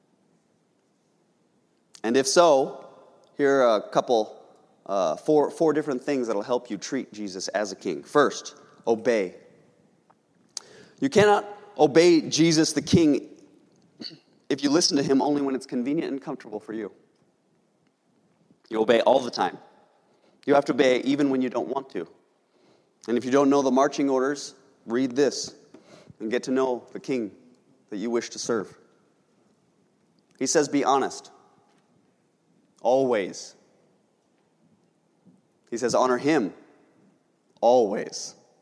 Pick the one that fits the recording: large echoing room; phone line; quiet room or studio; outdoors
large echoing room